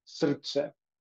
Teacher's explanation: you have to treat the R as if it has an U or a vowel in front of it, so it's pronounced srce.